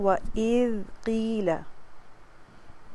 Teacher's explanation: وإذ ذال یہاں پہ لائٹ پڑھیں گے مخرج کے ساتھ. ذال آپ کی باہر سٹک آؤٹ ہونی چاہیے ٹنگ